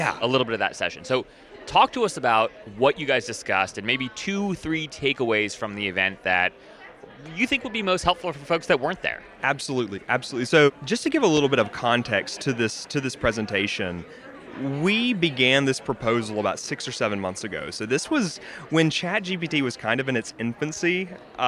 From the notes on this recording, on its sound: This episode was live recorded at the 2023 AMA Symposium for the Marketing of Higher Education.